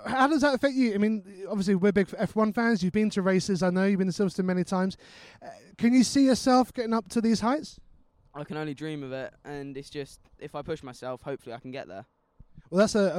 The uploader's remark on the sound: In this episode, we broadcast live from Forest Edge Karting Club near Andover.